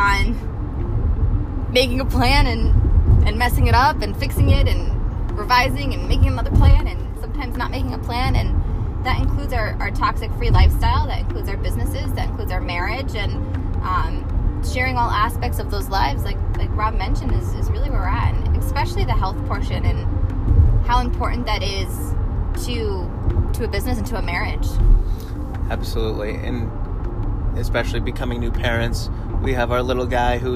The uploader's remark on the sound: live from the car!